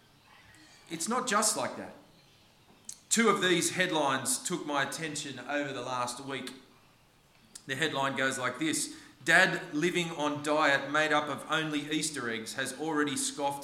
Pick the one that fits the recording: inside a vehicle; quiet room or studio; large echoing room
large echoing room